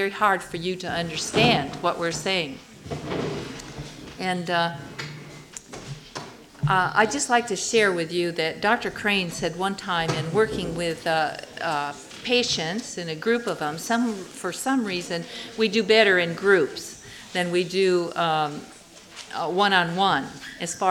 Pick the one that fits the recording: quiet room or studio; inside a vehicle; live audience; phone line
live audience